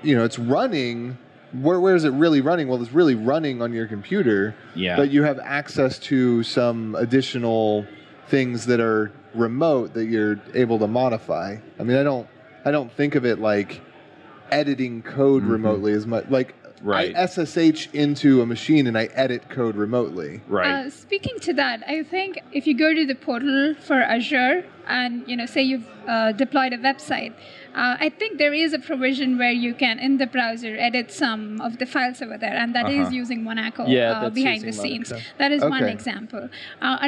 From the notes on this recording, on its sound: This episode is live at the Microsoft Build 2017